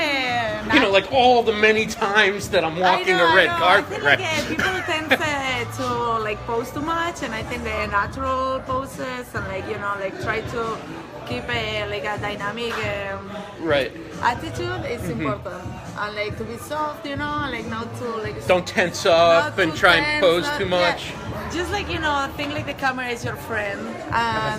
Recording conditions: busy venue